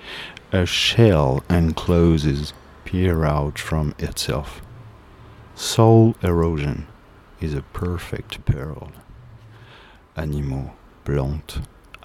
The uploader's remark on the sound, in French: Enregistré sur le balcon, d'où les bruits ambiants.